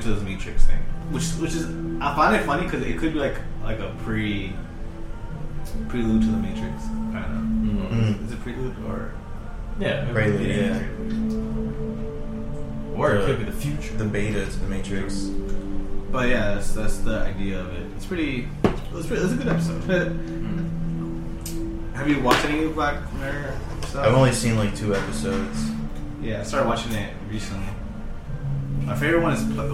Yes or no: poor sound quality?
yes